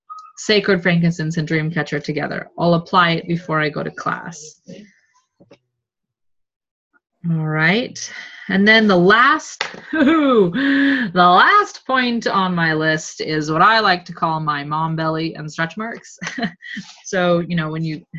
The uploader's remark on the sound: OLDEST Zoom call recorded! One of only TWO Zoom calls we recorded from the Seattle house attic!